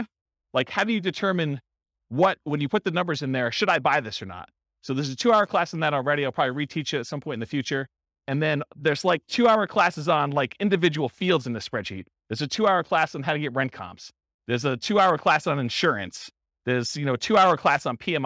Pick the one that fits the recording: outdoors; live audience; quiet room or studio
live audience